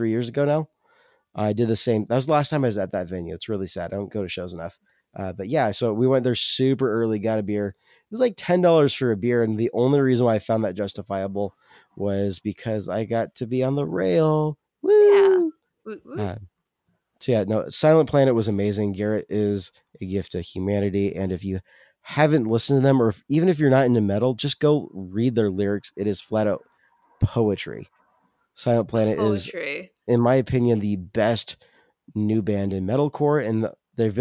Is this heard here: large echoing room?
no